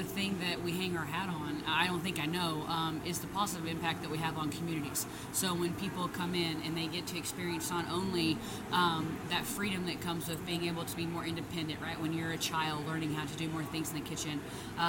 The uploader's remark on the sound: IFE Unplugged: Live from New York in The Podcast Zone. Recorded LIVE in the Podcast Zone at The International Franchise Expo 2023 in New York.